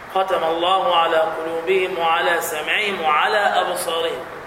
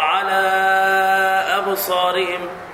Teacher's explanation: نحن نقرأ بقصر المد المنفصل · Shown in: first take · كما قرأ أخونا ختم الله على قلوبهم وعلى سمعهم وعلى أبصارهم لا نقرأ على أبصارهم لا الختمة بقصر المد المنفصل بمقدار حركتين.